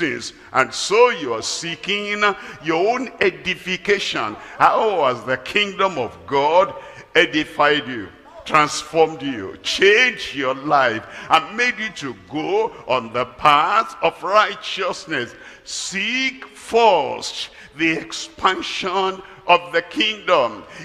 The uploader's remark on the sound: live at Ogbomosho, Nigeria